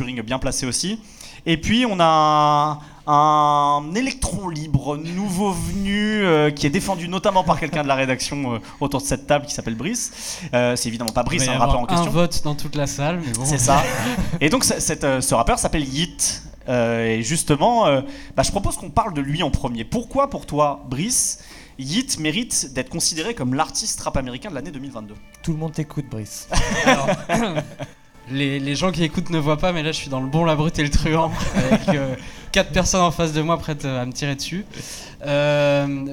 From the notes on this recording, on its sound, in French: Un podcast enregistré en public le 20 décembre 2022 à l’Union de la Jeunesse Internationale (75018).